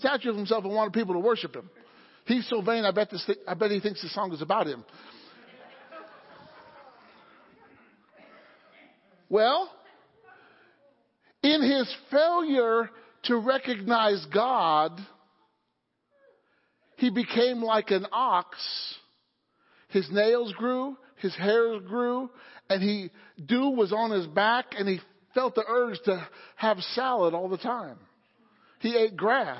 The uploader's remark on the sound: Wednesday Night Service